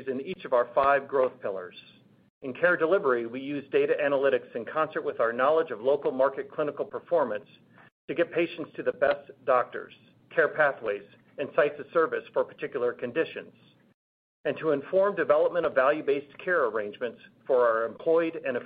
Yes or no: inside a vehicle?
no